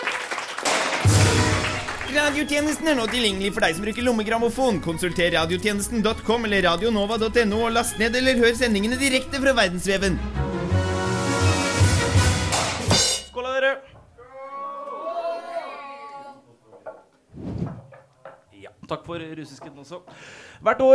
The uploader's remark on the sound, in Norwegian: Programmet som er først ute med nest siste nytt går live fra Chateau Neuf.